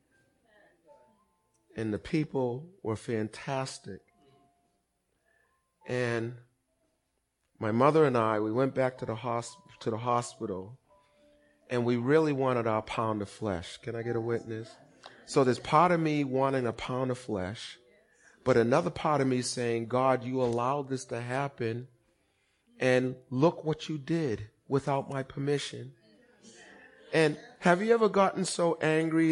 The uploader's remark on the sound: Recorded on 20160417 at the 08:30am Service